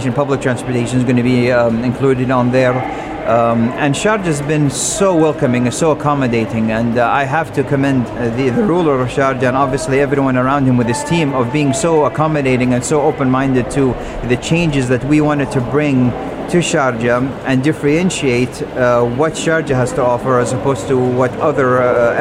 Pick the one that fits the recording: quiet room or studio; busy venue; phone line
busy venue